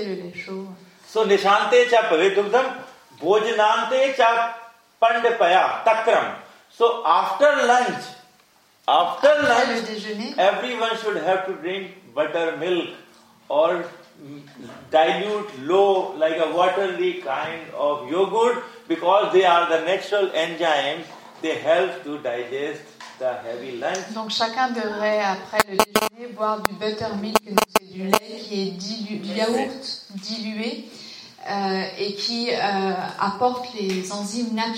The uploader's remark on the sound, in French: Désolé pour la qualité de l’enregistrement, nous avons fait de notre mieux.